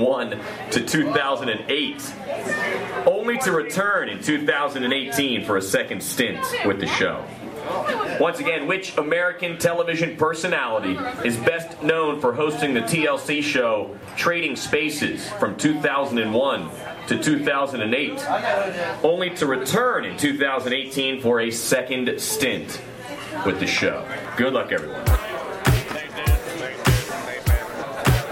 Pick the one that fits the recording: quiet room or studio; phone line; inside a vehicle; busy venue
busy venue